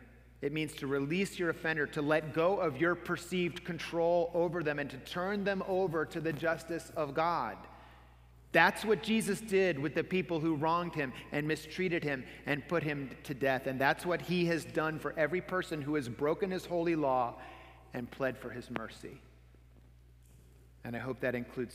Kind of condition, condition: setting, large echoing room